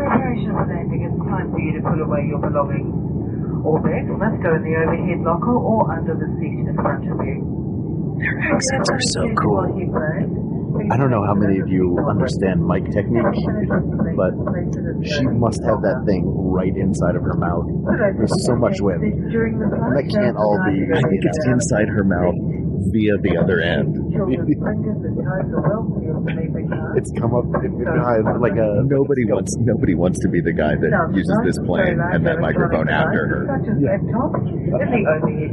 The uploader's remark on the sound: RECORDED LIVE MID-FLIGHT! Recorded live on a flight from Sydney, Australia to Auckland, New Zealand during the Thrilling Adventure Hour Down Under Tour.